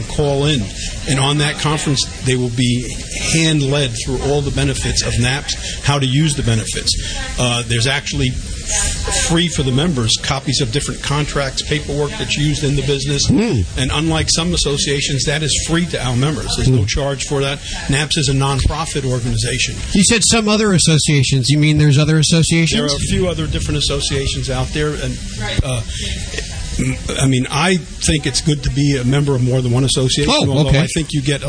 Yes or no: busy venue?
yes